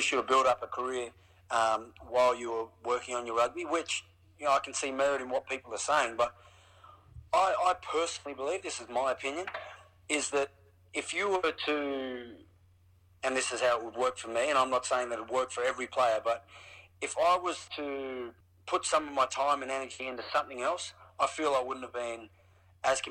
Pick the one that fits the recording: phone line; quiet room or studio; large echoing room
phone line